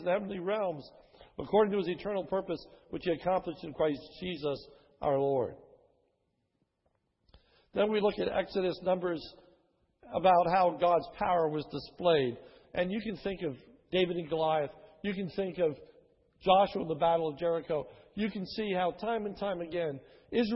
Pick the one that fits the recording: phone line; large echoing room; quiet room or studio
large echoing room